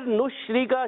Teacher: شین میں تفشی ہوگی، منہ میں آواز پھیل جائے گی، را کو باریک رکھنا ہے، کاف کو باریک رکھنا ہے، کاف کو ہی باریک، یہ کاف ہے زبان کی جڑ، تالو کے سخت حصے سے ادا ہوتا ہے.